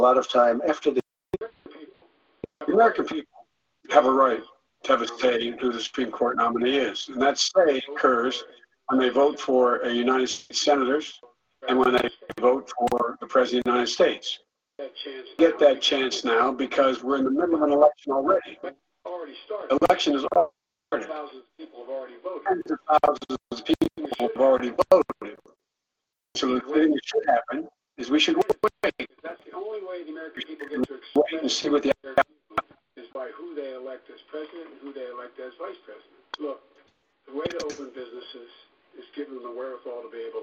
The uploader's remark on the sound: your phone calls